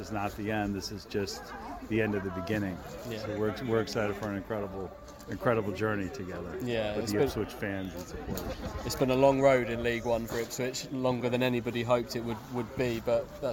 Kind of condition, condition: setting, busy venue